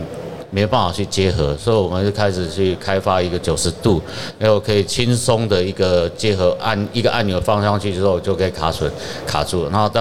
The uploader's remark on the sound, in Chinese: 2022 Taipei Cycle台北國際自行車展-Live Podcast